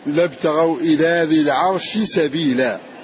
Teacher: وعند سبيلا شين ذي العرش مدغم. فتدغم الشين في السين في قوله لابتغوا إلى ذي العرش سبيلا